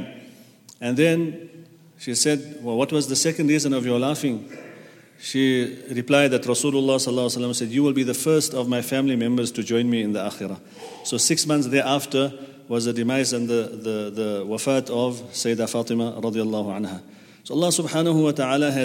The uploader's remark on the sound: At the Houghton Masjid (West Street).